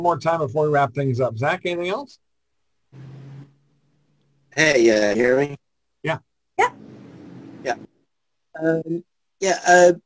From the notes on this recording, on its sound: appeared on our Zoom Show on 10/11/2020